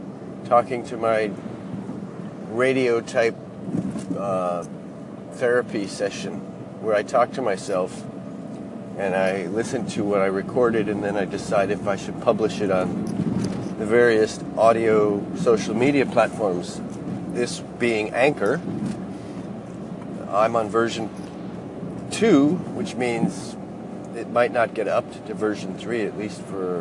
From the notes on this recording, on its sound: He first was recorded Friday afternoon just before sunset. Second segment I recorded this morning while walking my dog.